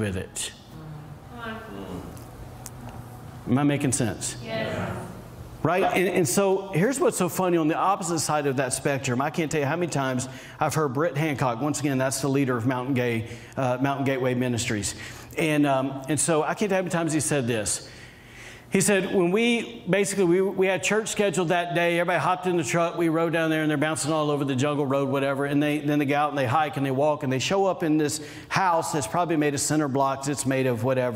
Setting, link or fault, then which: setting, large echoing room